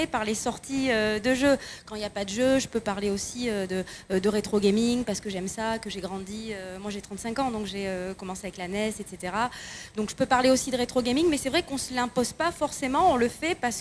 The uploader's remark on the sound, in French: Enregistrement en public de la conférence sur les Youtubers pendant Play Paris By Pax le 21 avril 2018.